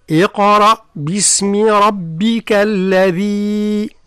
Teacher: اقرأ مع تفخيم الراء بطبيعة الحال